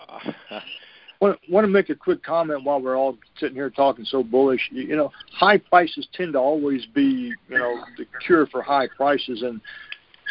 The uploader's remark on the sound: Monthly Conference Call